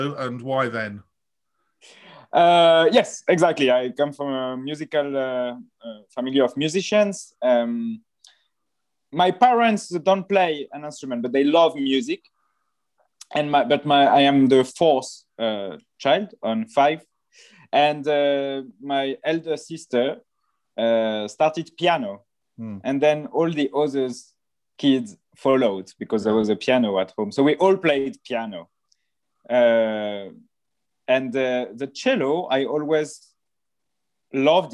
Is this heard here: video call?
yes